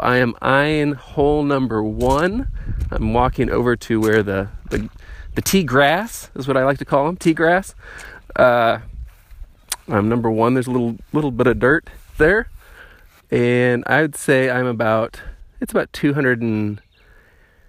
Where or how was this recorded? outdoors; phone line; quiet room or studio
outdoors